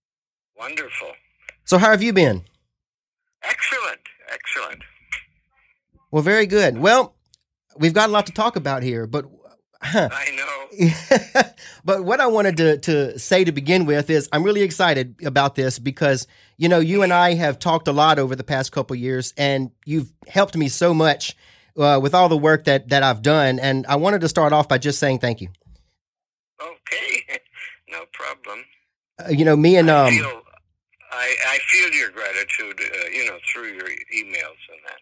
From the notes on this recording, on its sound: on the phone